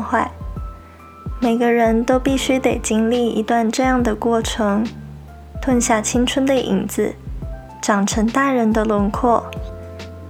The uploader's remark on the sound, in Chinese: 因為錄音環境的緣故，錄音的品質並沒有太理想，雜音有點多，還請大家多多包容。